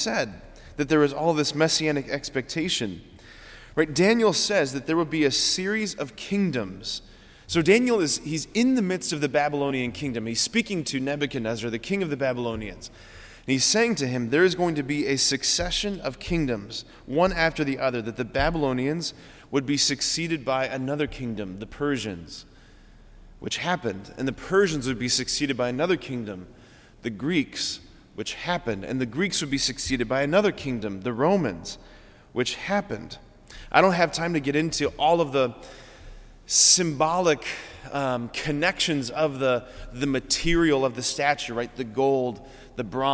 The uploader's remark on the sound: School Mass. Preached this homily on November 30, 2023 at Sacred Heart of Jesus Catholic Church in Wadsworth, OH.